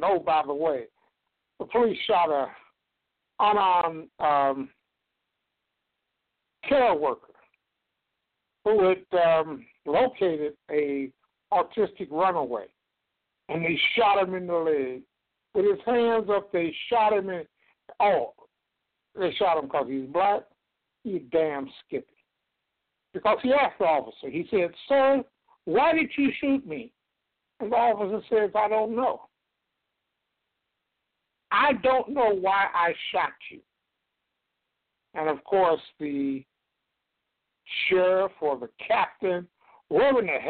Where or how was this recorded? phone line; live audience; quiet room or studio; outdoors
phone line